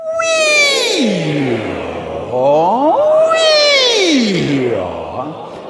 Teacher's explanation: It starts with we and goes to or. The we is high, the or is low. · Term: the siren